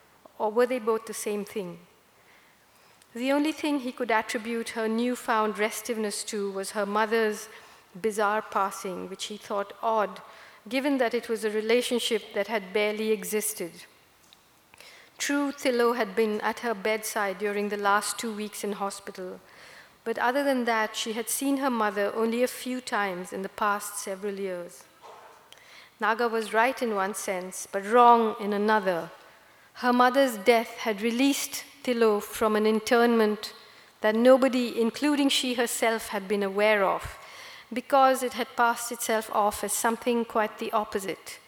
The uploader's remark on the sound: recorded this Town Hall Seattle event on June 27.